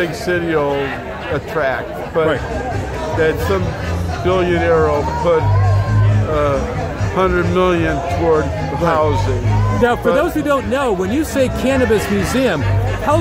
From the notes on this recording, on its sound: recorded at Seattle Hempfest, August 2019